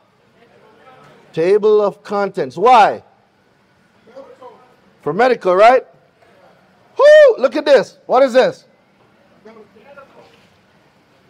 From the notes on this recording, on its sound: LIVE from the Credit Summit in Atlanta, Georgia